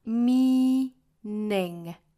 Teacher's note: 前鼻音 n 的发音呢是舌尖去轻轻的碰触一下上齿龈的位置，之后就过渡到后鼻音。那后鼻音的话呢是软腭和舌根的一个碰撞 meaning。最尾部的这个后鼻音我们是摆出这个口型，但是不发出清晰的那个音，不是 meaning，而是 meaning。后面的 you are the meaning，注意 you 和 are 的连读 · Term: 前鼻音和后鼻音